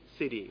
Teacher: the alveolar tap is in the American pronunciation of city.